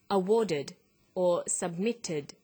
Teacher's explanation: Regular past tense verbs end in ed, but there are three different pronunciations. After consonants t and d, ed is pronounced id.